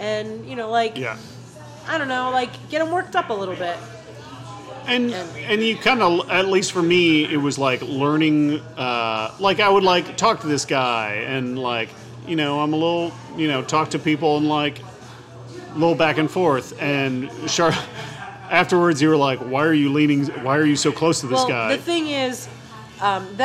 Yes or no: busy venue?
yes